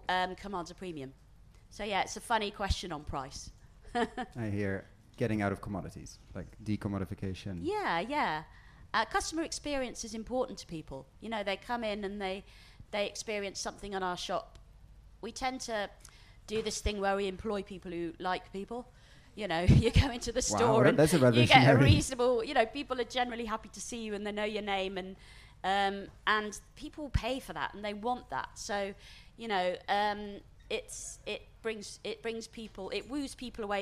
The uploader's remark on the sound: Recorded live at Groundswell Agriculture 2023.